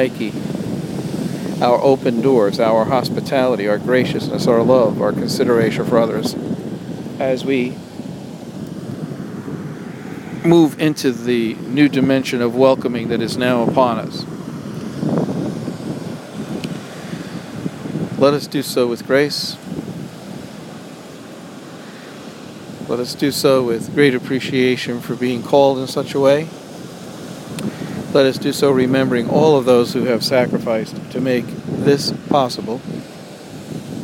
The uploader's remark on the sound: Recorded on July 12, 2011 on the beach at Cherry Grove, Fire Island, New York.